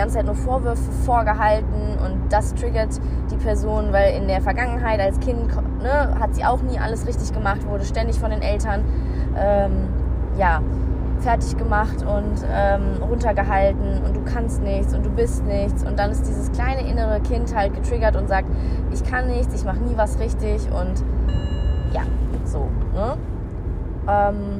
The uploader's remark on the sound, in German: Ich hab das Ganze beim Autofahren aufgenommen, deswegen entschuldigt die Qualität !